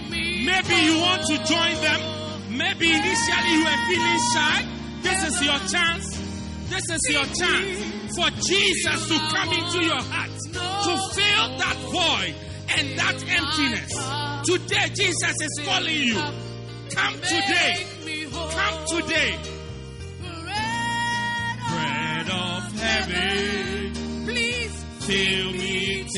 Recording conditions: large echoing room